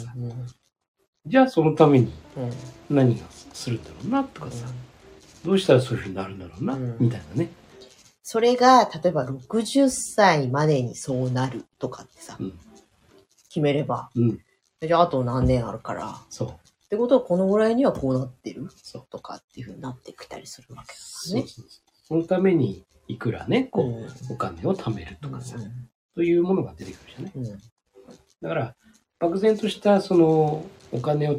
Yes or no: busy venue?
no